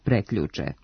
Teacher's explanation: pogrešno je umetati glas lj i izgovarati ga kao preključe